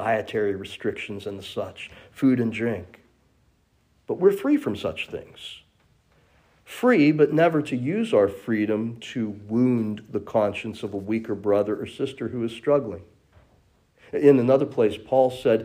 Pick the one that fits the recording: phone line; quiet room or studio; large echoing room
large echoing room